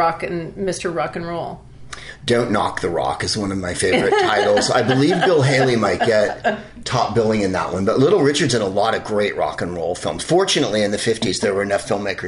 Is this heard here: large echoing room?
no